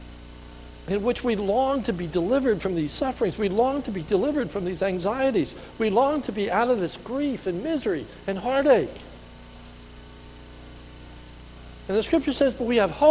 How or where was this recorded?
large echoing room